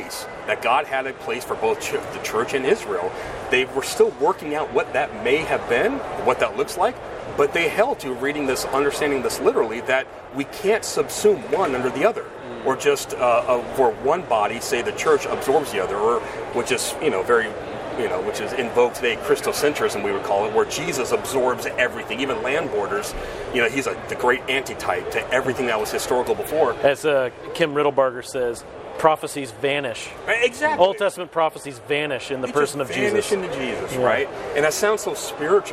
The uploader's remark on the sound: join us live at the IFCA Convention